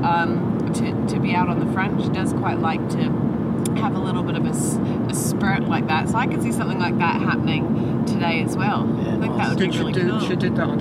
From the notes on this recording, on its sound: Recorded in a van enroute to Stage 3 of the 2020 Santos Women's Down Under.